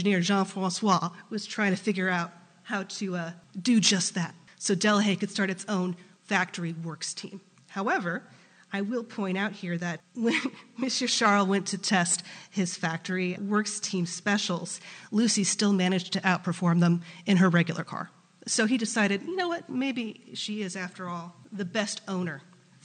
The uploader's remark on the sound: was recorded in front of a live studio audience